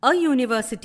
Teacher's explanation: യൂണിവേഴ്സിറ്റി, U N I V E R S I T Y, യൂണിവേഴ്സിറ്റി. ആദ്യാക്ഷരം യു, വവലാണെങ്കിലും ഉച്ചാരണ ശബ്ദം why you U എന്ന കോൺസനന്റ് sound ആണ്. അതിനാൽ എ യൂണിവേഴ്സിറ്റി ആണ്, ആൻ യൂണിവേഴ്സിറ്റി അല്ല.